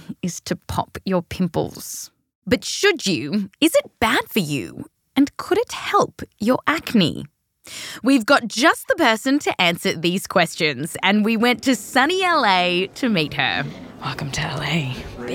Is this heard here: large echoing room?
no